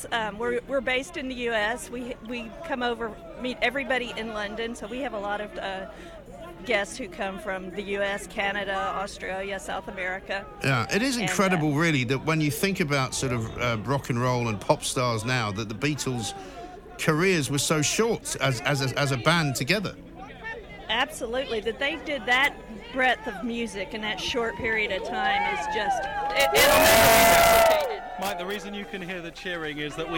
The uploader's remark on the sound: We cross live to Abbey Road